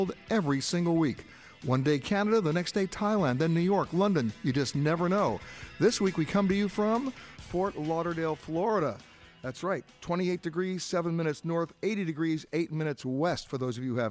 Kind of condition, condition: setting, busy venue